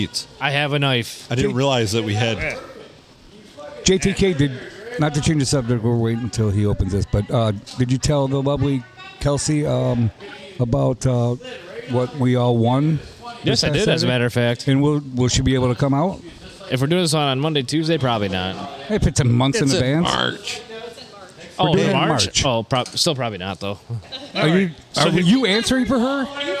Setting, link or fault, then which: setting, busy venue